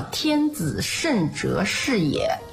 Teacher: 天是平调，子是上声，慎是去声，哲呢是入声 · Term: 声调